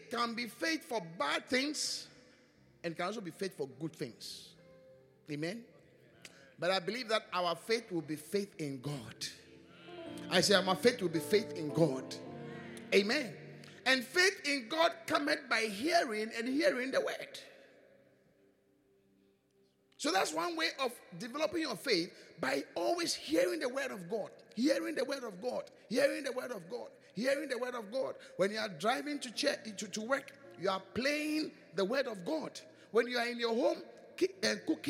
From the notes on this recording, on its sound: Preached at the Qodesh